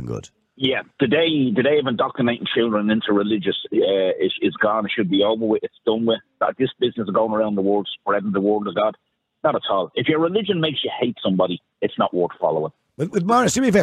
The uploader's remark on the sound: Opens the phone lines, inviting a diverse range of perspectives. Callers share their thoughts.